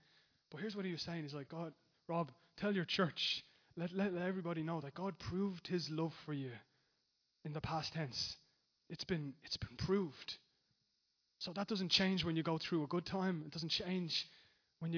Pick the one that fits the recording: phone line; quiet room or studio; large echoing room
large echoing room